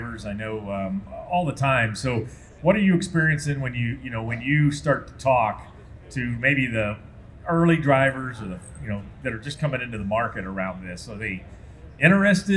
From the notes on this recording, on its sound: a panel discussion held at the Mid-America Trucking Show last month